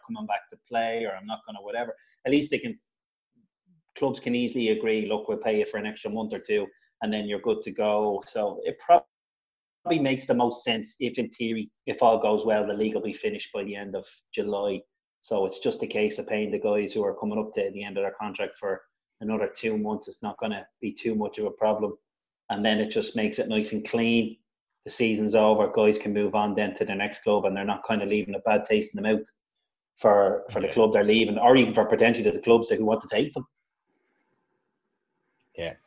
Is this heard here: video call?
yes